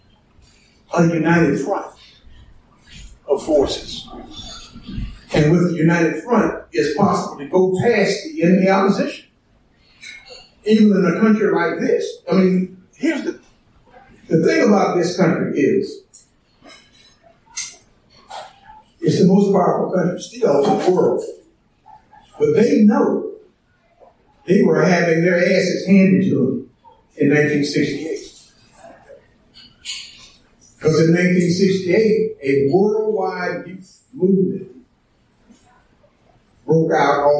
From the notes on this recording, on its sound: An audio recording from the recent Another Carolina Anarchist Bookfair in so-called Asheville, North Carolina. An audio recording from the recent Another Carolina Anarchist Bookfair in so-called Asheville, North Carolina.